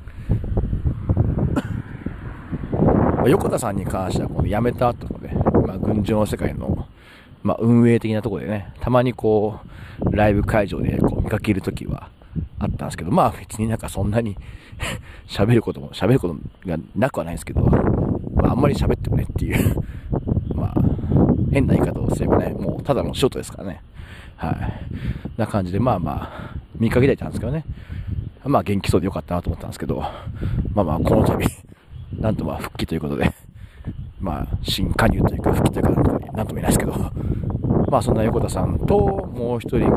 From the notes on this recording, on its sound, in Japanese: 今回は収録時風がめちゃくちゃ入り込んでしまい聞きづらいです。